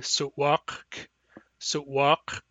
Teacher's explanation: we clearly pronounce both the Q and the K, and we don't start saying the K until we're done with the Q